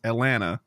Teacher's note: Supposed to say without the T's